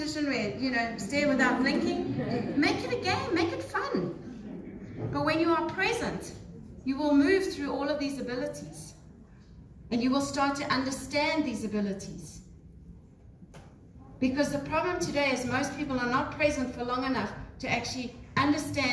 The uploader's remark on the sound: Live From Global Woman's Club.